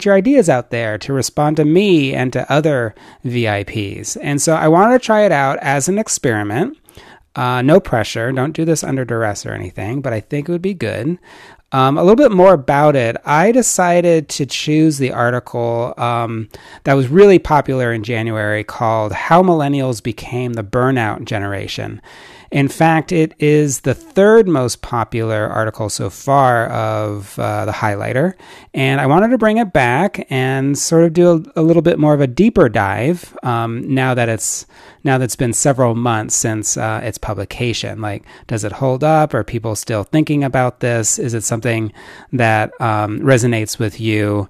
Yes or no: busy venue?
no